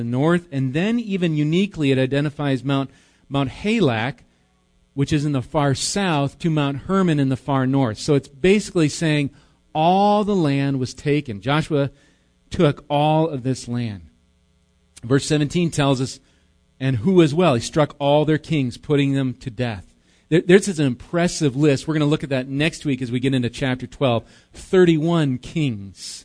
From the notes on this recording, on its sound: Recorded live at Bethany Bible Church.